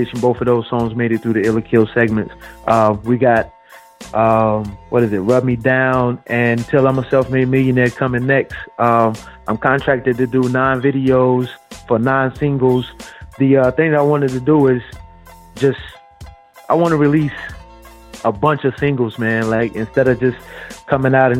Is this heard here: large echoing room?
no